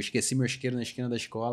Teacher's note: o carioca tem esse chiado, né